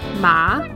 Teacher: The third tone falls and then rises, ma.